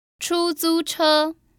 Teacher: That's three first tones